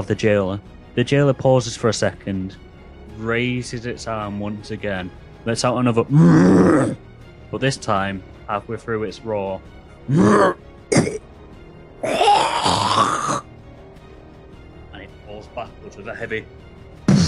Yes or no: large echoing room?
no